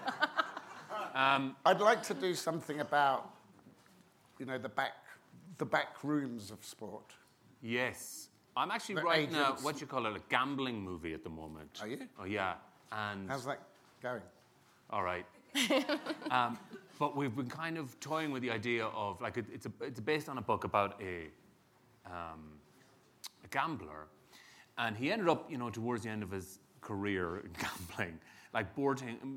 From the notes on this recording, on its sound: In front of a live audience at the SundanceTV HQ on Main Street in Park City, UT during the 2019 Sundance Film Festival.